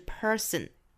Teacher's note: 美音是 person，注意 per per per 啊，舌头直接是卷里面的啊